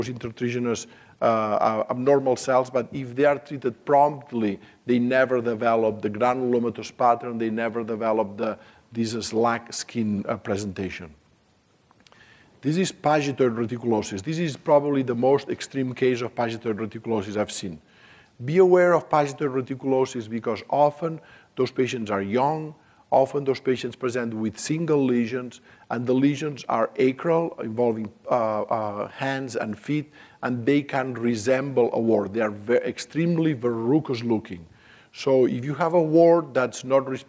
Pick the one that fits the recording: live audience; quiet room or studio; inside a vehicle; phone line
live audience